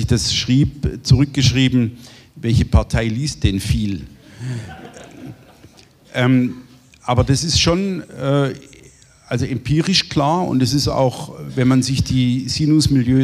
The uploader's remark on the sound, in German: Buchpräsentation. Auf dem IfS-Sommerfest 2023.